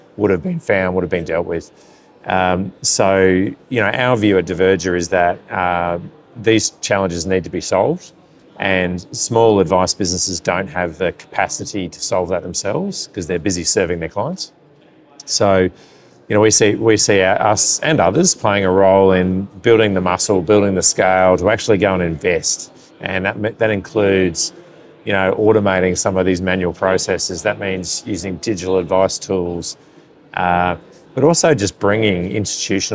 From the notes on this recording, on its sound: spoke to Financial Standard at the Association of Financial Advisers (AFA) Thrive conference